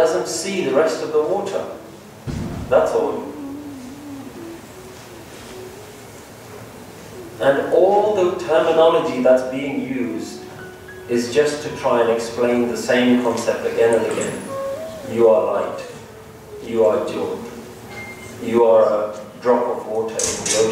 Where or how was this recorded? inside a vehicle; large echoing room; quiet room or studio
large echoing room